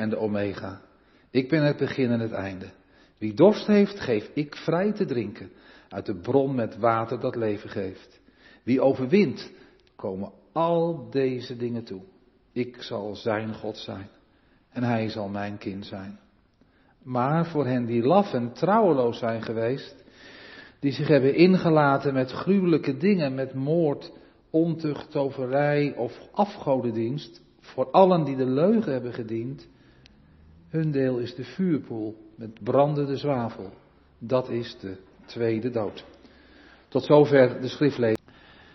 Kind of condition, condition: setting, large echoing room